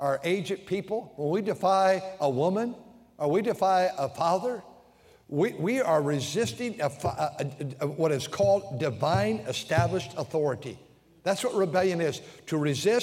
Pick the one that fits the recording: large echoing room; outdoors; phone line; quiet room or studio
large echoing room